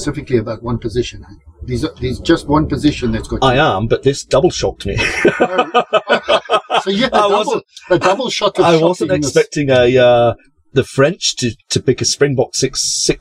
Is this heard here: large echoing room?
no